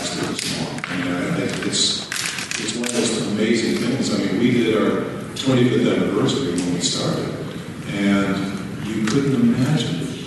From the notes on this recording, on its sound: SDCC Star Trek 50th Anniversary Press Conference. This was a press invite only session at the Bayfront Hilton after Hall H.